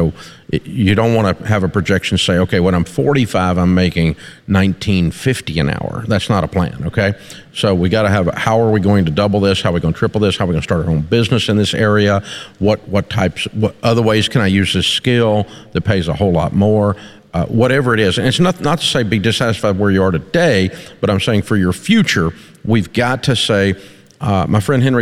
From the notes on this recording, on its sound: Take questions in front of a live studio audience in our new Ramsey Event Center!